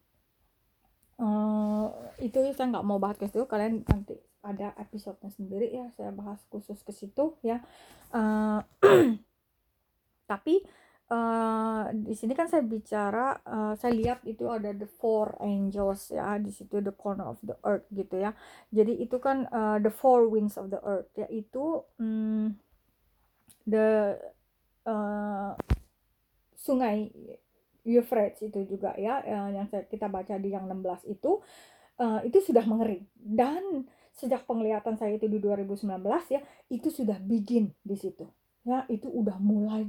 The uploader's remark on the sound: my voice in this recording is probably too low.